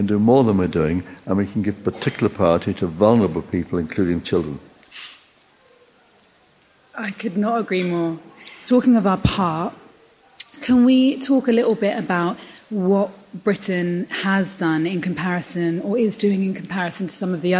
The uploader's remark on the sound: We recorded this interview at the Refugee Solidarity Summit in London, on stage in front of an audience for the first time.